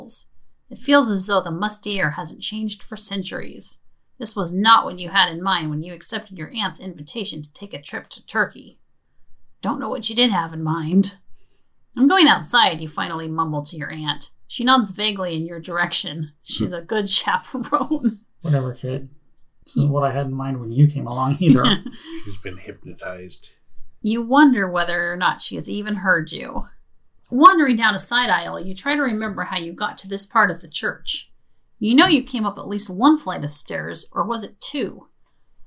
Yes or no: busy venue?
no